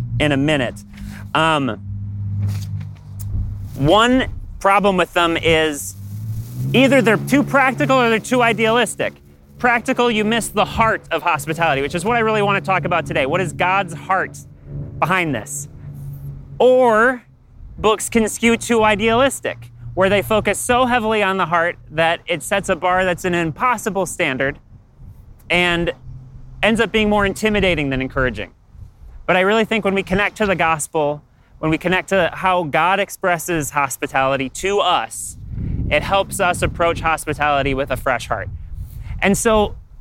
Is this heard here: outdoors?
yes